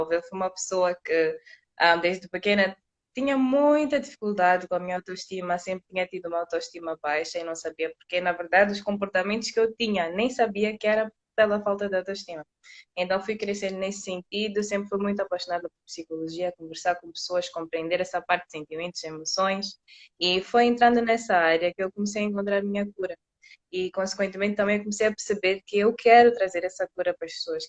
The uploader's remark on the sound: LiveInstagram